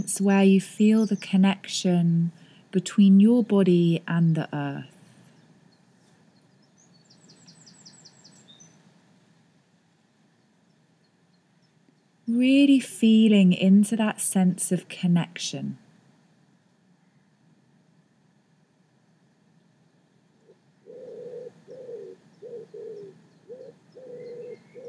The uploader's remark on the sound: Recorded this outside so you can hear nature no matter where you are.